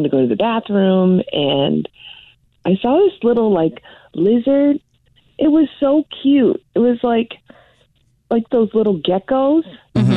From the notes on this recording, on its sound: on the phone